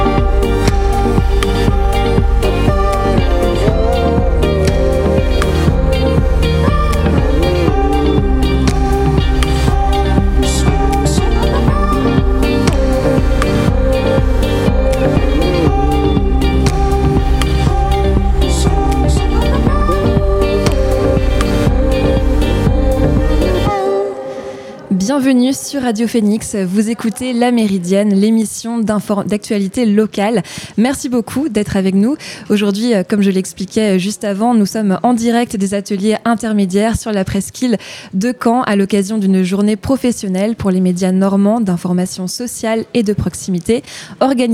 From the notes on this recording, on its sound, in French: En direct des Ateliers Intermédiaires, à l'occasion de la journée des médias libres en Normandie organisée par Grand-Format.